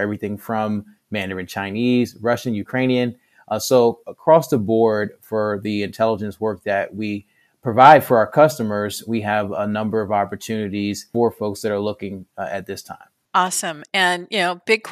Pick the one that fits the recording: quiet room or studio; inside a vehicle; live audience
quiet room or studio